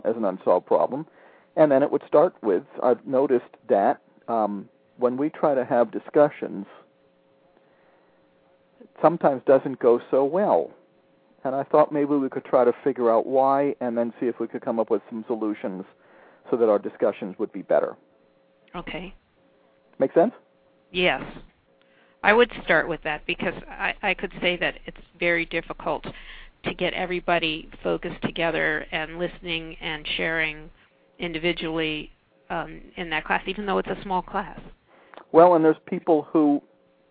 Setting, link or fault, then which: link, phone line